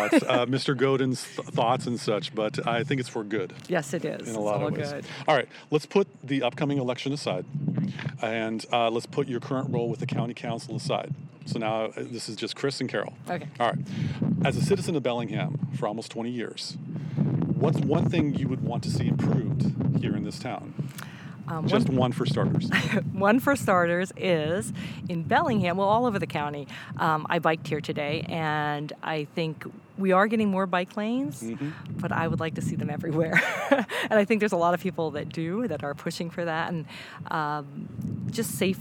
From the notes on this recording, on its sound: Much apologies to the wind noise during the interview...oh mother nature